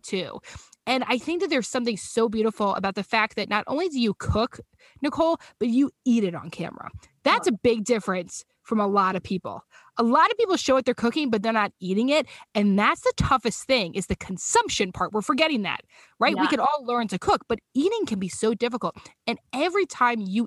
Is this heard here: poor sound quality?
no